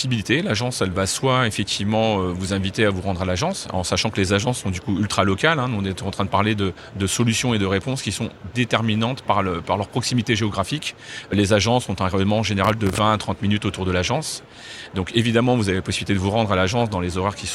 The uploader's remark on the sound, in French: pour un nouvel épisode de Mon Podcast Immo en live de Franchise Expo